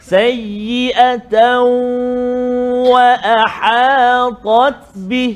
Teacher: Masukkan bunyi tanwin tu ke dalam waw kan dengan dengung beserta dengung